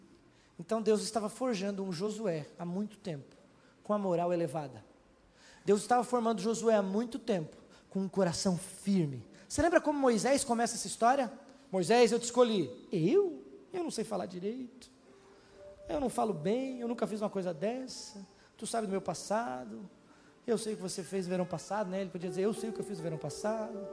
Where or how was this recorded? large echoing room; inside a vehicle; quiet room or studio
large echoing room